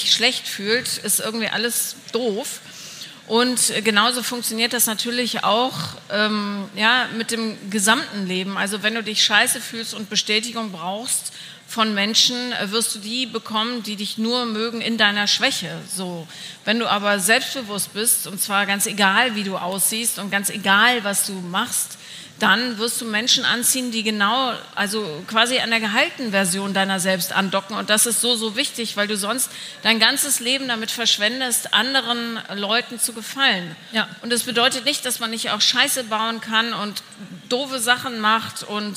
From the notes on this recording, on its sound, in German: Herzlich Willkommen zu der ersten Live-on-Stage Folge von „4 Brüste für ein Halleluja“! Waren zu Gast auf einer Live-Podcast Bühne und für all diejenigen die nicht in Berlin dabei waren, haben wir natürlich die Live-Session für Euch aufgenommen.